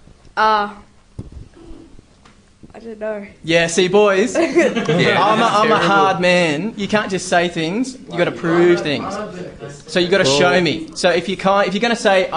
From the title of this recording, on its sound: Live School Session